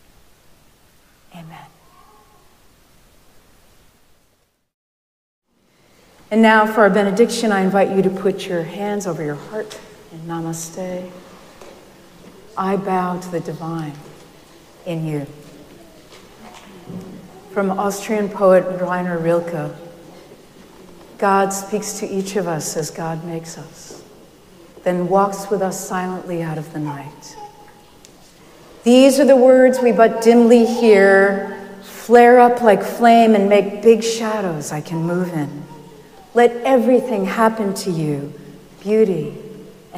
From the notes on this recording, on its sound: Recorded live at Arlington Street Church